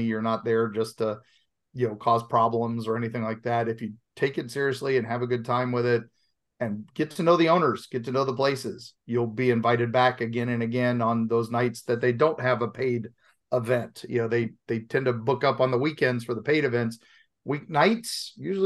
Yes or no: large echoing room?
no